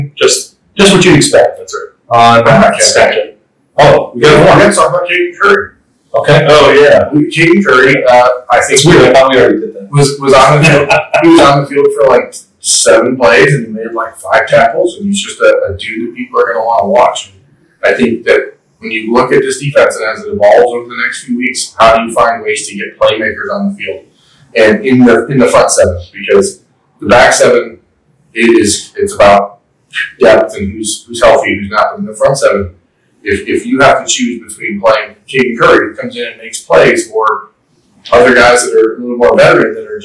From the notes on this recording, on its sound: Apologies for the audio challenges, a key piece of equipment malfunctioned and was not immediately replaceable.